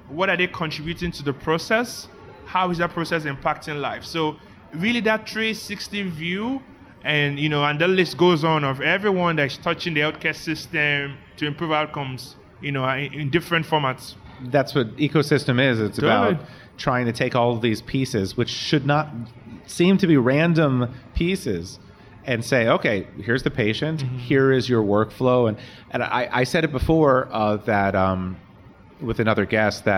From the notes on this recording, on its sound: We're recording live interviews this week from NCQA’s first annual Health Innovation Summit , hosted this year at the Marriott Marquis hotel in Washington, DC. We're recording live interviews this week from NCQA’s first annual Health Innovation Summit , hosted this year at the Marriott Marquis hotel in Washington, DC.